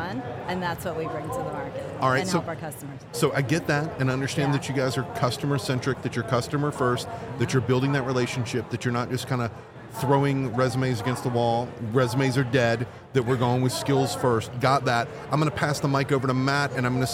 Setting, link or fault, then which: setting, busy venue